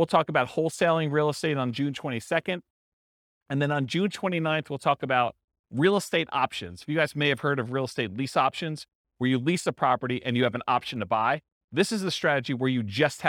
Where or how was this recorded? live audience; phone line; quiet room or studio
live audience